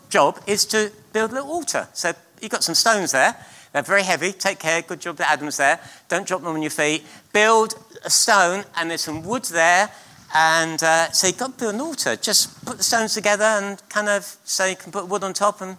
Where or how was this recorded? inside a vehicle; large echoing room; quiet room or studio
large echoing room